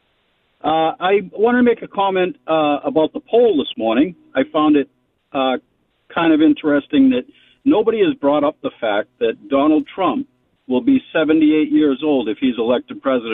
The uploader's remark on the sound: Listeners of the program also call in to provide their own thoughts on the current election cycle.